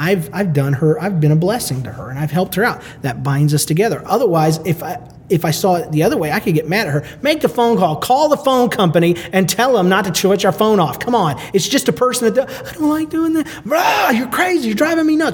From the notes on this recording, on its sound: Recorded LIVE at the SFLC Marriagability Conference in Kansas City, Missouri.